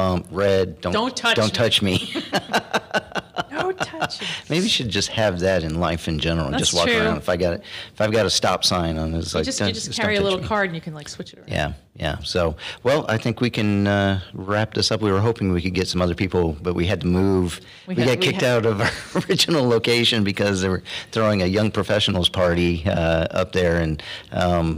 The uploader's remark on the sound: Our first live conference in over two years. We traveled to New York City to attend LegalWeek 2022 and recorded live after a number of technical difficulties. What it feels like to be surrounded by 2,000+ of your closest friends and colleagues.